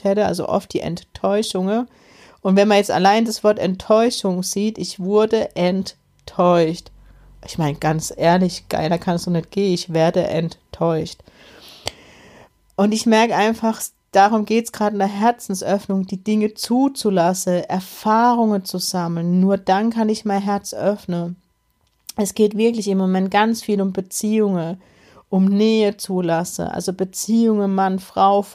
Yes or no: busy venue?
no